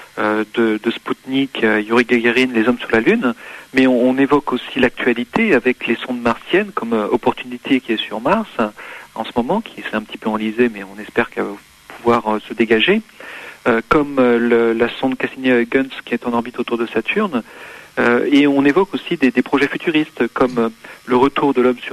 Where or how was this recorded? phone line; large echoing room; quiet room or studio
phone line